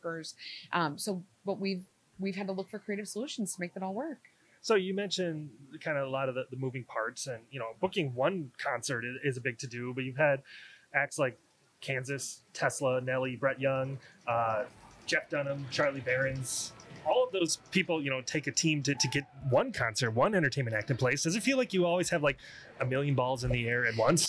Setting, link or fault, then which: fault, background noise